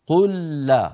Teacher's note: قل لا، هنا التقى في النطق لامان، لام ساكنة ولام مفتوحة، فأدغمت اللام الأولى في الثانية